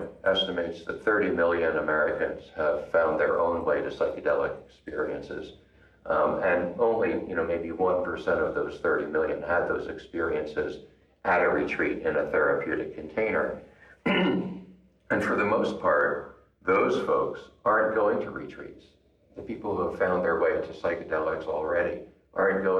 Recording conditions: echo